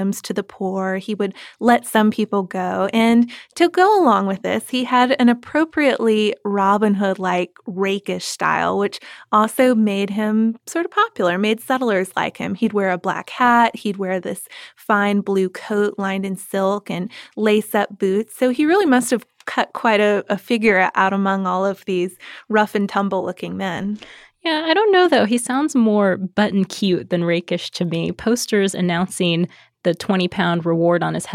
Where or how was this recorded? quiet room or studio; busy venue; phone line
quiet room or studio